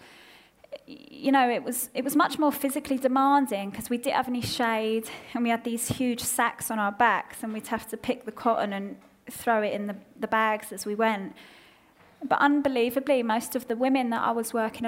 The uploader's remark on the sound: recorded at Selfridges